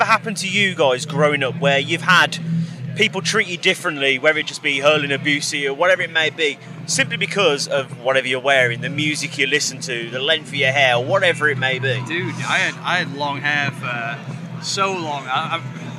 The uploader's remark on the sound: Live from Bloodstock 2023